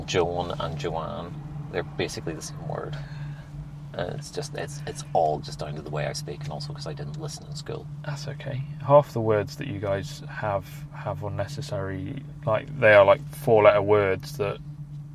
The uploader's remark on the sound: Oh, and we recorded this in said fiat panda so there may be some background noise.